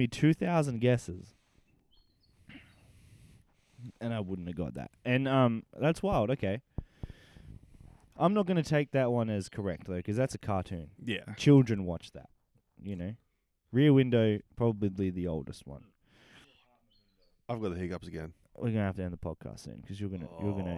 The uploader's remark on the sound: A couple of mics and the midnight air.